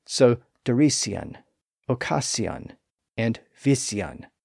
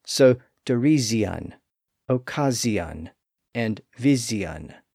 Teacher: the S sound in those words started to become voiced, so it became a Z sound. · Shown in: second take · So, derision, occasion, and vision.